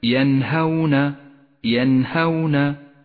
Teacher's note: لاحظ حكم الإظهار في كلمة ينهون، ينهون، النون الساكنة وبعدها حرف الهاء تظهر من غير غنة أو تشديد